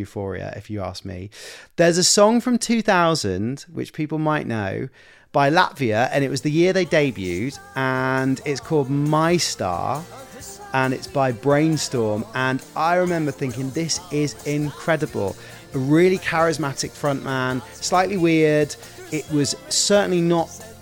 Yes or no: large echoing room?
no